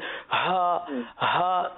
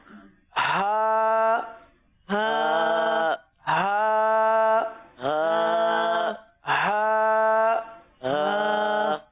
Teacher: تو یہ سینہ جو ہے نا یہ شامل نہ ہو، یہ حلق سے ادا ہو. · Shown in: second take